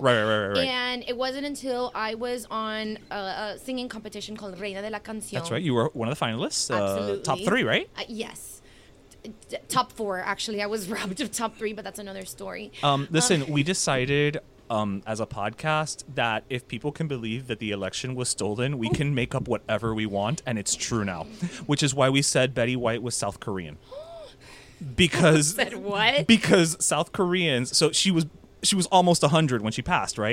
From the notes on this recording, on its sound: one more great interview at Union Beer